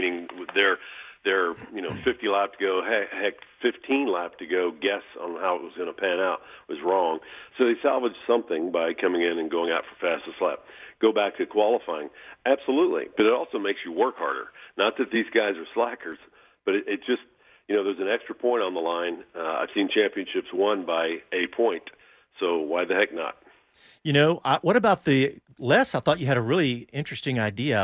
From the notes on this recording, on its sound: joins us on the phone with his insights